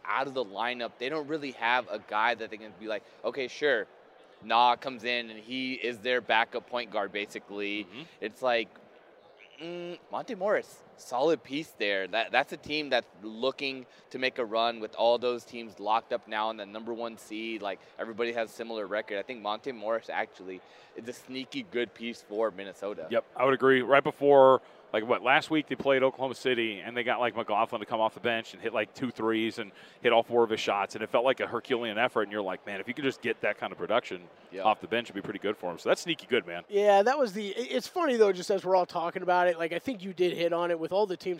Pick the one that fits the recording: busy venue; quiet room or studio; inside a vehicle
busy venue